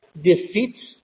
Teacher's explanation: formed by an unstressed syllable followed by a stressed syllable · Term: iambic